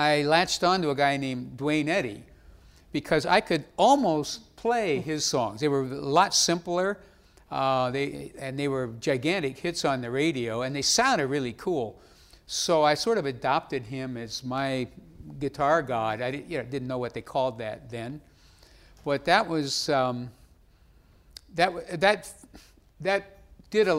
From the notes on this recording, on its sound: Recorded October 6, 2015 in front of a live audience at New York's 92nd Street Y.